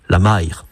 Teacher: À Guernesey, c'est même devenu une diphtongue, c'est-à-dire 2 voyelles qui se succèdent dans une même syllabe